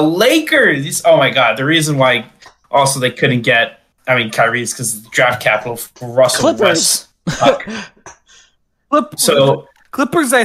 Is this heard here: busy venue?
no